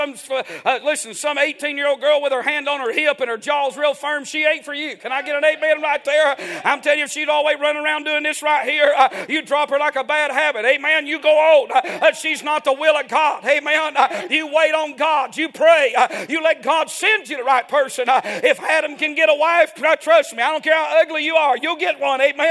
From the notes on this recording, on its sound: A sermon preached Sunday Evening, on December 3, 2023.